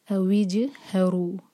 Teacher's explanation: جیم پر ہے سکون تو جیم پر قلقلہ کیا جائے گا، یعنی کہ ہم نے باؤنس کر کے پڑھنا ہے. اویج ہرو، ہا کو سینے سے، ہا کے لیے حلق بالکل یوز نہیں کرنا، سینے سے نکالیں گے ہا.